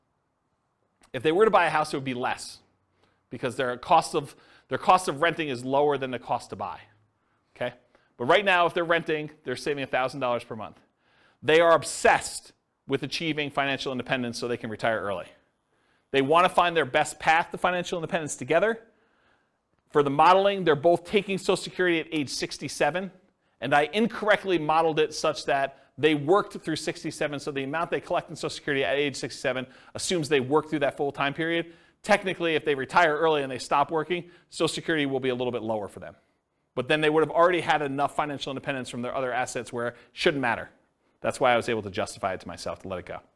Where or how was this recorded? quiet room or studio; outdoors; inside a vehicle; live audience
live audience